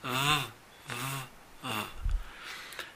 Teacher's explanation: el otro sonido de la TH es con voz.